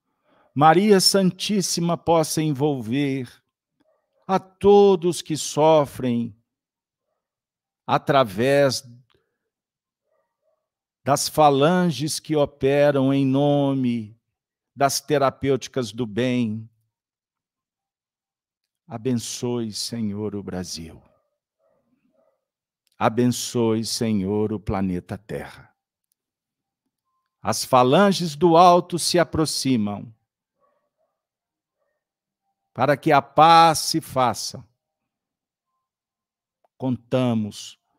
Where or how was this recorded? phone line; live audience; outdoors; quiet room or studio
live audience